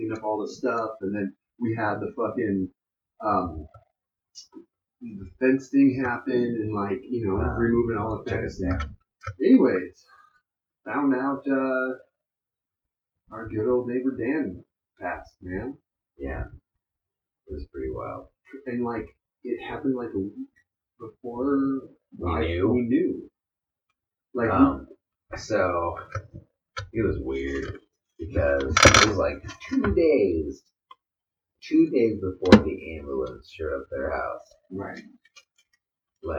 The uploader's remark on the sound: This episode, we messed up. Poor Poor audio.